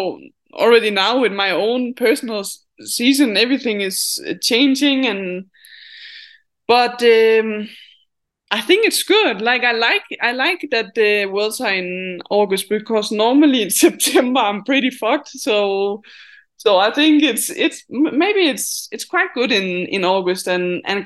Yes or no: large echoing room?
no